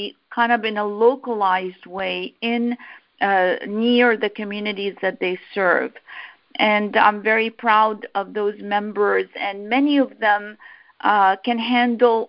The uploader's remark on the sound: I hosted a teleconference town hall discussion